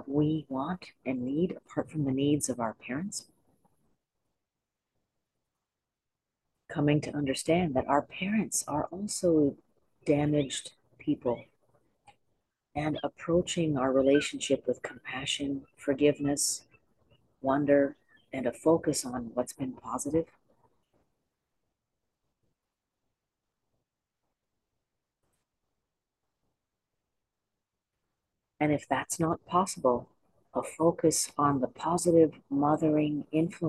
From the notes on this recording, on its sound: Great to be outside in my backyard; so far no magpie and crow noise!